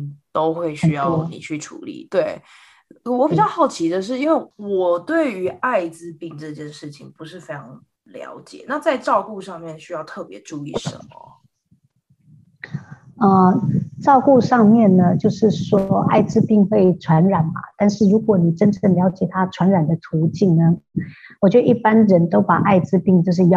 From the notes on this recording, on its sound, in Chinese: 對不起，這集的收音有點差，請大家見諒～